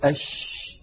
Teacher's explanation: نجد بأن الصوت يمتد، فالشين يجري معها النفس ويجري معها الصوت، فهي مهموسة رخوة.